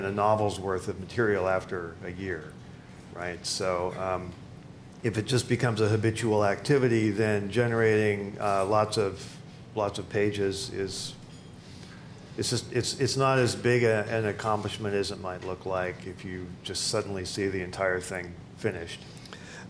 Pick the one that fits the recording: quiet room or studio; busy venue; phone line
busy venue